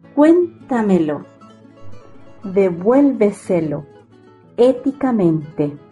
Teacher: Seguimos con las palabras sobre esdrújulas. Son las que llevan la intensidad de la voz en la sílaba anterior a la antepenúltima sílaba.